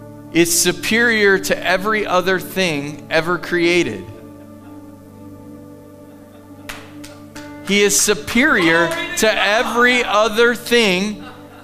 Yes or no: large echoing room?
yes